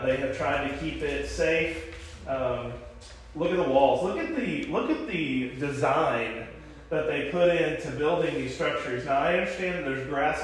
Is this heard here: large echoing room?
yes